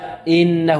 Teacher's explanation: الهمزة من أين تخرج؟ تخرج من أقصى الحلق